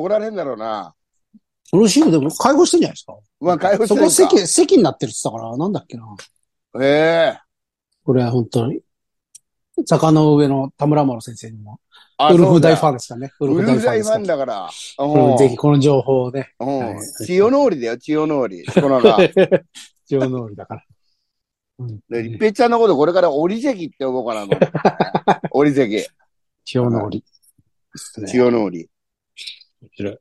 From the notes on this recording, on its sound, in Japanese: ZOOMで収録